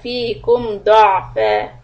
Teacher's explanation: So Dod Fatha is heavy, make the Ayn clear, and the Fa we will stop with two harakat, Madi'awad Ani Tanween.